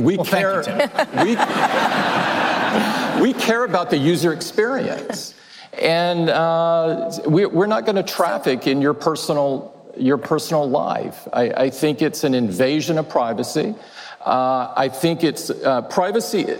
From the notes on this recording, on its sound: The interview was held in front of a live audience the day after Apple's education-focused event in Chicago.